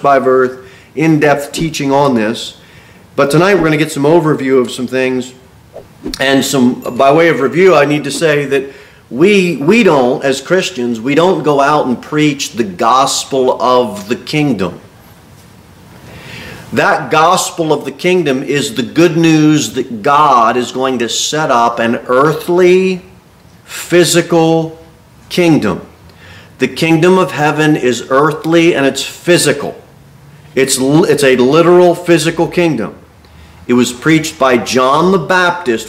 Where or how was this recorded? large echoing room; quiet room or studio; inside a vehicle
large echoing room